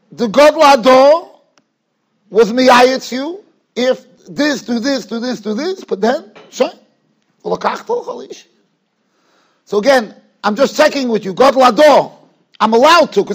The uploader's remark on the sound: Shiur recorded in Yeshivas Ohr Reuven, Monsey, NY.